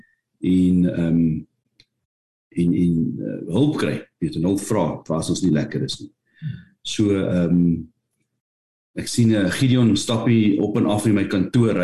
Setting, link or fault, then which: link, video call